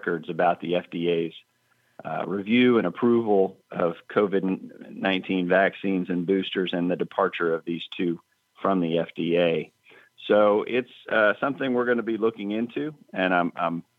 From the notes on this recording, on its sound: Your calls in open phones across America.